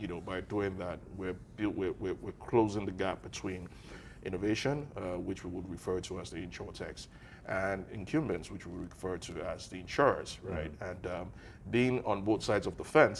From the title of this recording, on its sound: Live From QIC's MENA Insurtech Summit